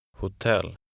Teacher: In Swedish, words of foreign origin are accented on the last syllable.